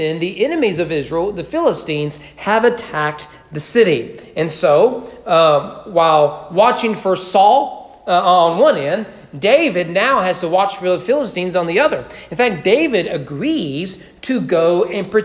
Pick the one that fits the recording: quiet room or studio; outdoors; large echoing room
large echoing room